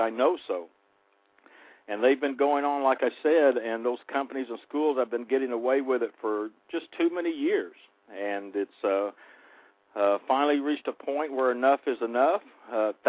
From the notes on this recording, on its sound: Truth About Trucking "LIVE" opens up the phone lines